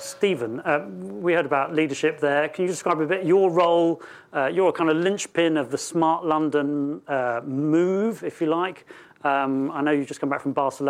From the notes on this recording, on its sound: A special recording of the Urbanisation forum on Connectivity, hosted by the Swedish Chamber of Commerce at Google's UK headquarters in King's Cross.